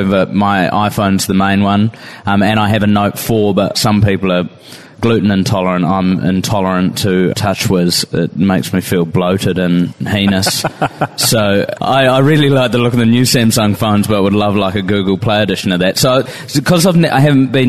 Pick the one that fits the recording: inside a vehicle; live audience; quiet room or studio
live audience